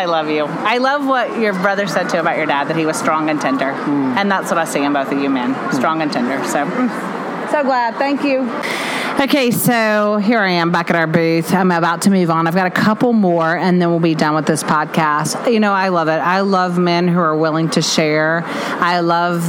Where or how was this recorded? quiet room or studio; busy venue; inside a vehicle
busy venue